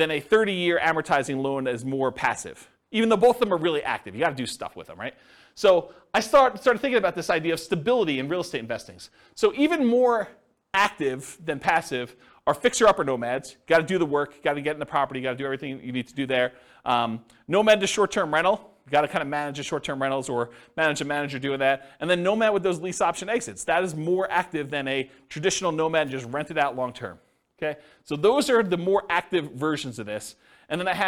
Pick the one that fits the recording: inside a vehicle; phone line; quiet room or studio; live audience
live audience